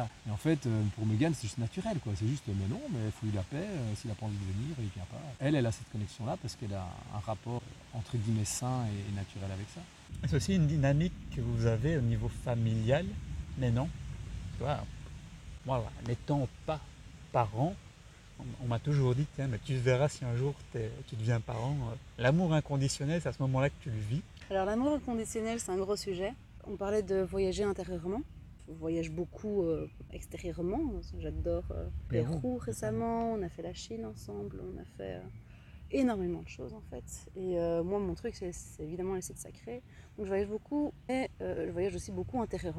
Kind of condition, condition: setting, outdoors